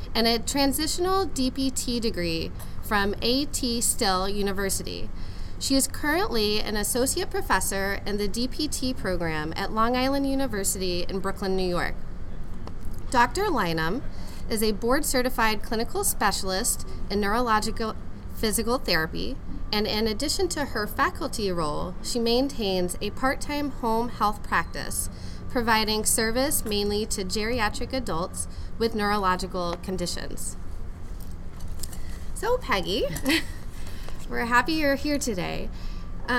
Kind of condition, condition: setting, busy venue